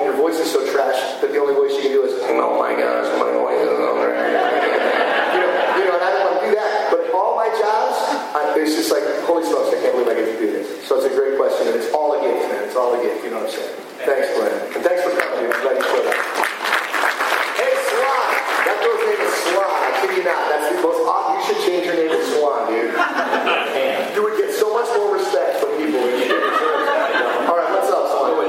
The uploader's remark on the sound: Adventures at Phoenix Comicon. Panel from Phoenix Comicon recorded on June 3, 2016.